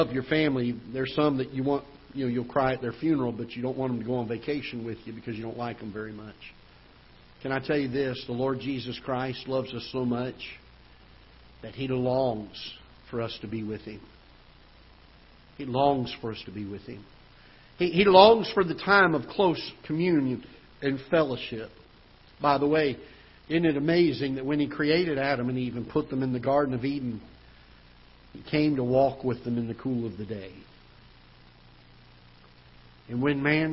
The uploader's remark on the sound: Ketha Heights Baptist Church ~ Live Broadcast